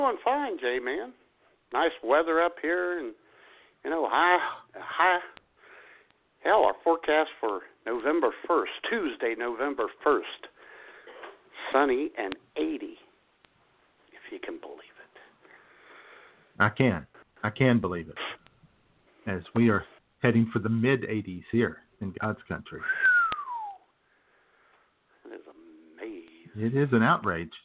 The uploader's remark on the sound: your creepy phone calls